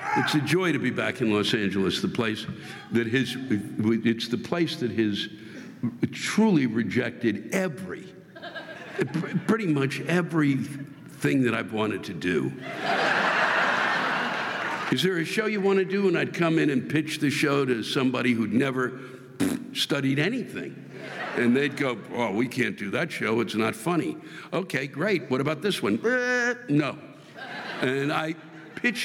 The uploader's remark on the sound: This week’s live rants come from the Orpheum Theater in Los Angeles, California.